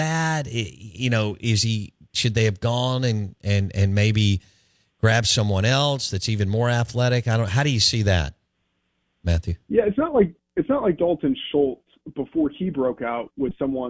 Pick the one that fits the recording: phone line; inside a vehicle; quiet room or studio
phone line